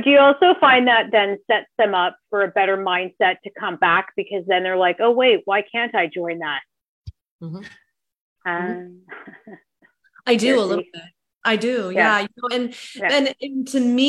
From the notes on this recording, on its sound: This episode is a live coaching call